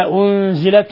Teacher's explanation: نون ساكنة جاء بعدها حرف الزاي، حكم التجويد إخفاء حقيقي